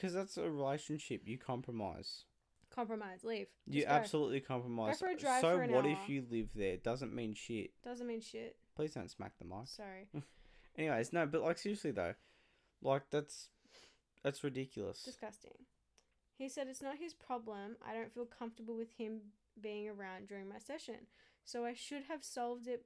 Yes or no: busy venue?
no